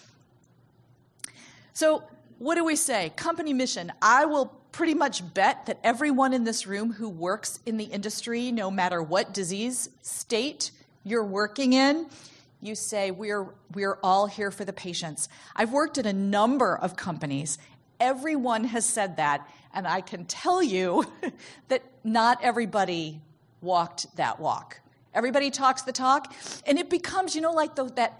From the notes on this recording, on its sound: In this talk from the 5th annual Patients as Partners US conference